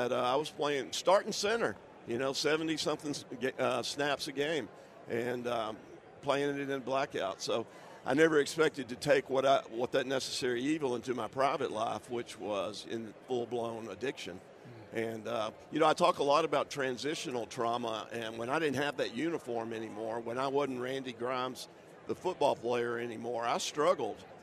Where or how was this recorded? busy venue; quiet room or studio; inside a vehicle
busy venue